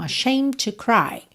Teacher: Aqui você corta ashamed já na letra M, tá? Imagina que essa palavra é ashamed, termina no M.